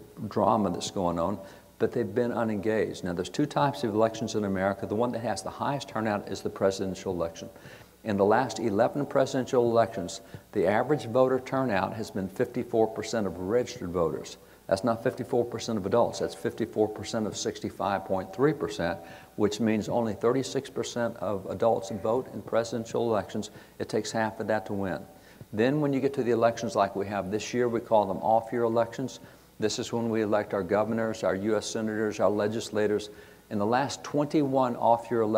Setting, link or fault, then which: setting, live audience